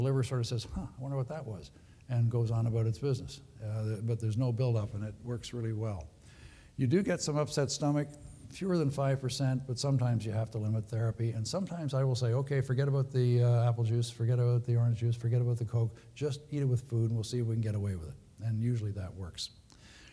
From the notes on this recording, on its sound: Recorded at the 2013 Summer SDPA Conference in St.